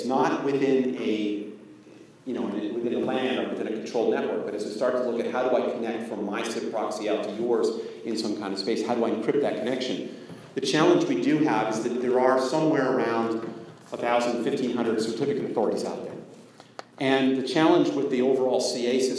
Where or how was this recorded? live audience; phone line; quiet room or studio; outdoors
live audience